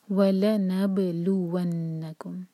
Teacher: با پر قلقلہ اور نون پر غنہ نون پر شدہ جہاں ہے وہاں پر غنہ